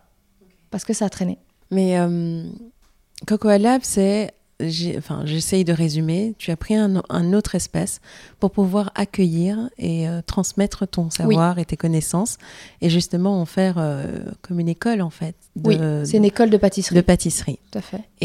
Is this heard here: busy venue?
no